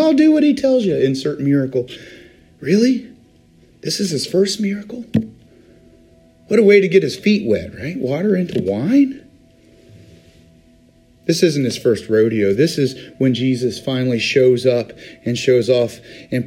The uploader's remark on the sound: Today's recording is taken from Riverview UMC's Wednesday Communion Service